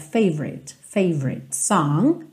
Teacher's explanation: Esse O do favorite não é muito pronunciado, tá? Então, você meio que passa direto, favorite song.